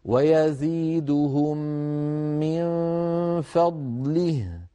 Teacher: بضاد واضحة ساكنة ليس لها توابع ولا من مكسورة كسرا كاملا وهاء ساكنة رخوة · Term: ضاد ساكنة